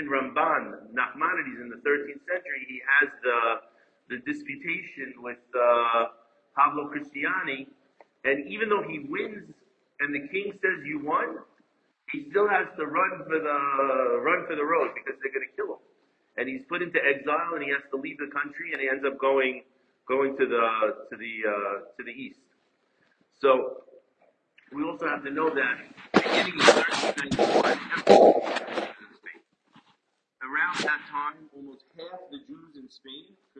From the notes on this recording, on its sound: Apologies as the recording goes in and out